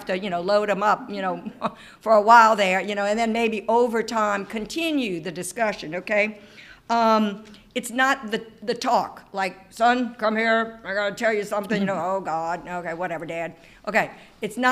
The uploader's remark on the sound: This presentation that was recorded live for parents of CCD students at St. Edmond's Church in Lafayette, LA.